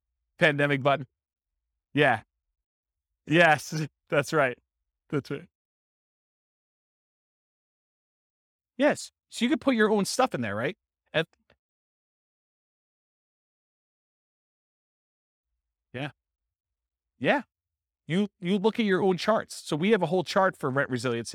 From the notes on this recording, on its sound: This was a live class recorded